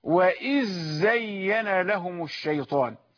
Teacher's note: يعني لا يظهرون الذال اللثوية، وإنما ينطقون زايا مشددة